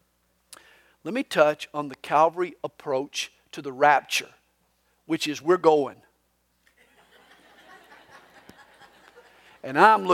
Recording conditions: live audience